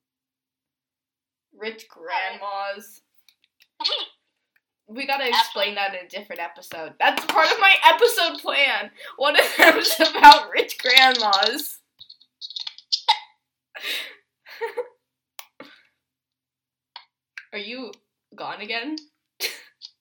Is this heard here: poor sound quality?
yes